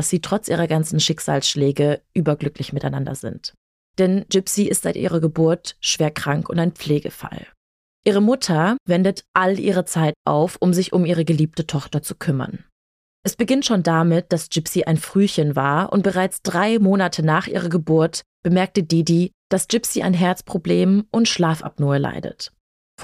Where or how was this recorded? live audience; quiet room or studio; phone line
quiet room or studio